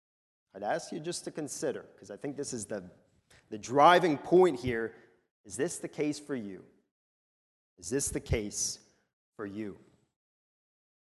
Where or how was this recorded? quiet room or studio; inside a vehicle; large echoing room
large echoing room